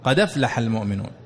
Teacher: تسقط الهمزة فيبقى اللفظ بدال مفتوحة · نقلنا حركة الهمزة إلى حرف الدال وحذفنا الهمزة، فأصبح قد أفلح، وكان قد أفلح، قد أفلح المؤمنون. · Term: النقل